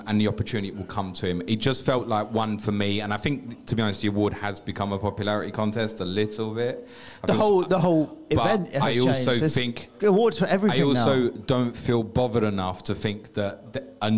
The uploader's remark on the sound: Planet FPL Live 4! Audience Q'N'A. Following Sunday night's live show much of the audience stayed behind for a Q'N'A.